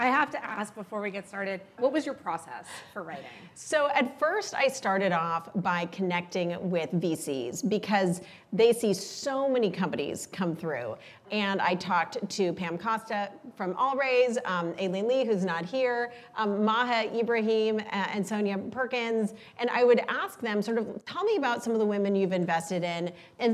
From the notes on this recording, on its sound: spoke in front of a live, female-majority audience in late 2022 as part of Greylock's Iconversations speaker series